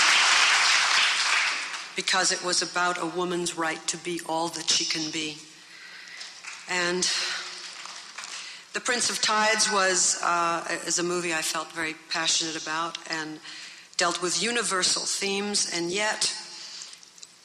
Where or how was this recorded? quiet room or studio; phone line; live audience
live audience